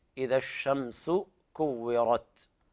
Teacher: الشين فيها التفشي، بين فيها التفشي، والسين كذلك فيها الهمس